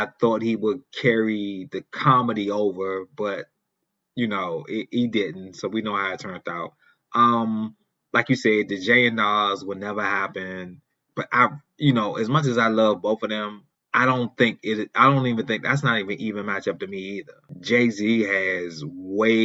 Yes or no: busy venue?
no